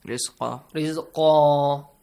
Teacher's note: Tanween fatha changes to alif mad.